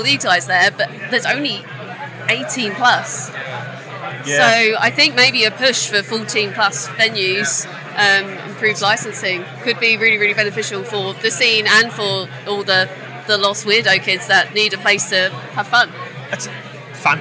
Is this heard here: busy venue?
yes